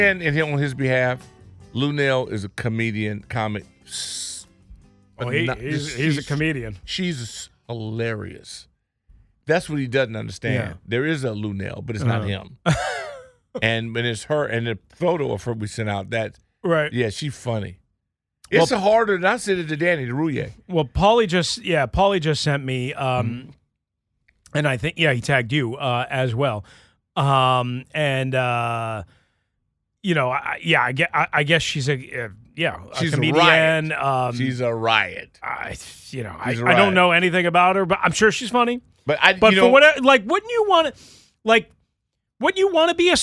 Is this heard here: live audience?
no